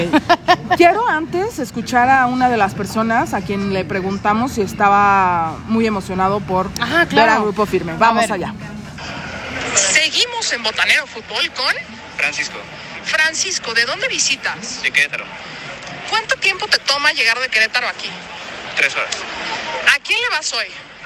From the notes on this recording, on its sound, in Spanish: Nuestras impresiones en vivo y en directo desde el estadio azteca 49ers vs Cardinals.